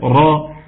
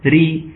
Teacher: الأولى مفخمة تبقى قوية جدا، را، والثانية مرققة تبقى مرققة جدا، ري. بشراري كالقصر.